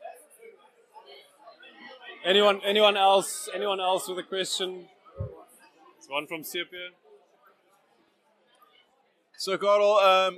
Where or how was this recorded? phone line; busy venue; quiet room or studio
busy venue